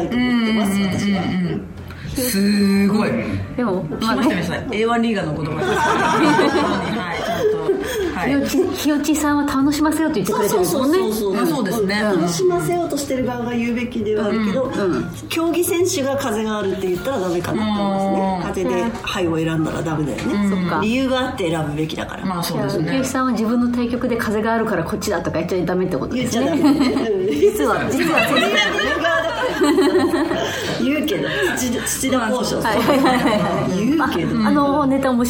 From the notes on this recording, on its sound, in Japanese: 公開収録後半の部